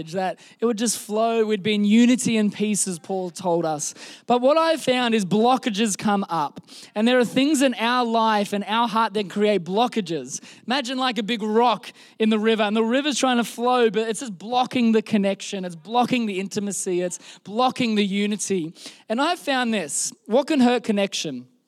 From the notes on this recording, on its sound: This was recorded in our Melbourne service on the 20th of November, 2022